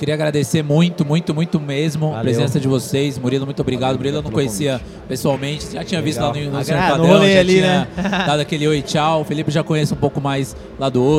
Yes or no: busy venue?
yes